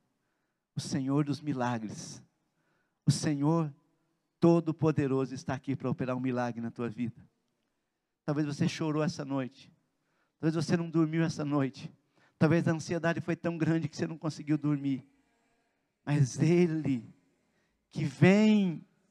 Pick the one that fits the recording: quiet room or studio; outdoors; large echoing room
large echoing room